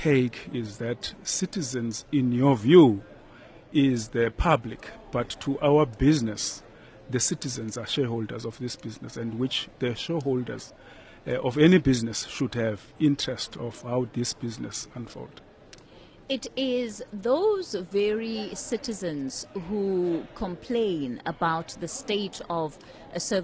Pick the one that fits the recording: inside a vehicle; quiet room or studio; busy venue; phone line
busy venue